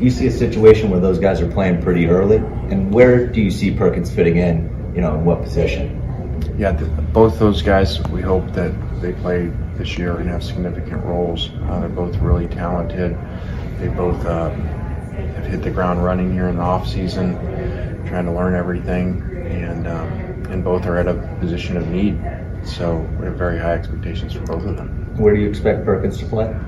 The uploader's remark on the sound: LIVE! From SEC Media Days